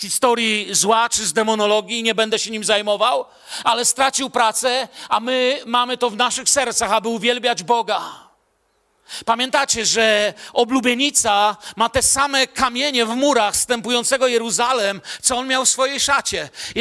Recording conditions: large echoing room